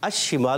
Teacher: لام کا شین میں بھی ادغام ہوا ہے. الشمال تھا نا، تو الشمال کو ہم الشمال پڑھتے ہیں، مگر پھر پیچھے سے ملاتے ہیں تو ڈائریکٹ شین سے ملاتے ہیں.